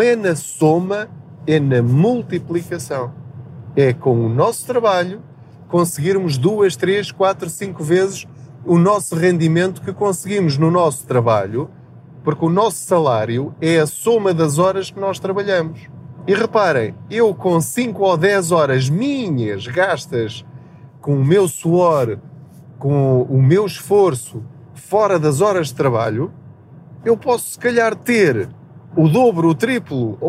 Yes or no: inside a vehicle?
yes